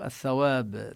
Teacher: تدغم اللام بالثاء لأن الثاء من الحروف الشمسية